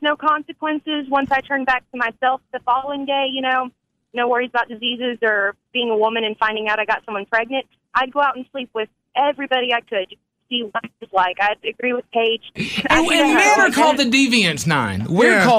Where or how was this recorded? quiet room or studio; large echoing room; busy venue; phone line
phone line